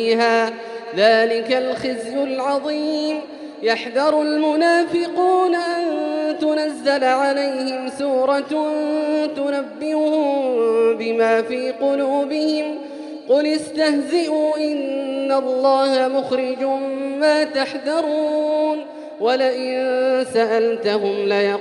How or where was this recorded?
large echoing room